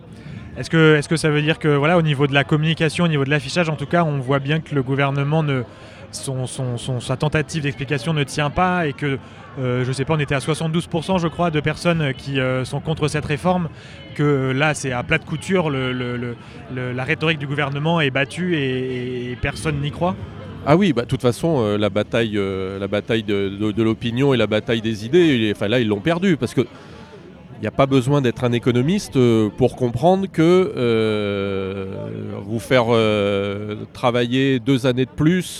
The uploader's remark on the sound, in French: En manif. C'est une chronique en direct de la manifestation contre le projet de réforme des retraites.